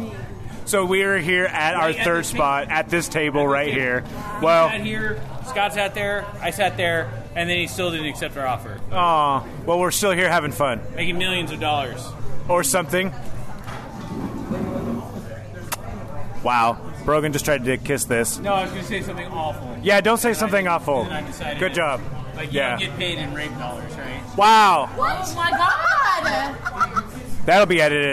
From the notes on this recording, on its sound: This episode the guys are recording during their Boot to Boot event that happened June 29th, 2019. The Flying Boots and Wings of Tacoma.